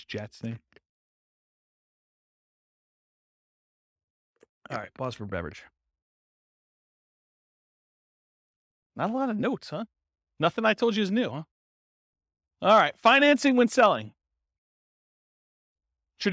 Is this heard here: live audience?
yes